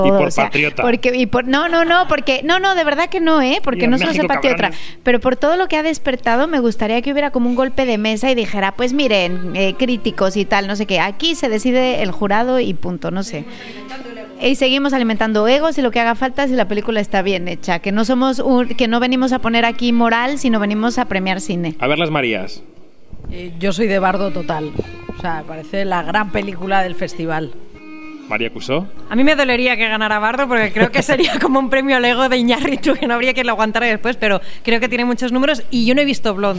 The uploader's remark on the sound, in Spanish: En Kinótico diseccionamos la sección oficial de la Mostra de Venecia 2022 en un programa-cena con varios periodistas que cubren el festival italiano.